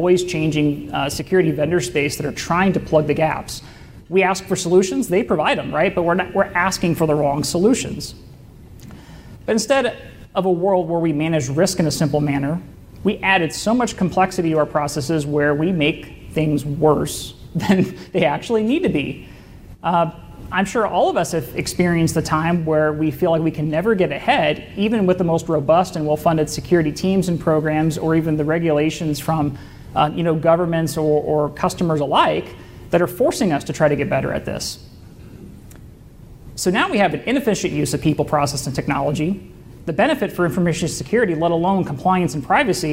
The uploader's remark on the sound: keynote presentation from the FutureCon CyberSecurity Omaha Conference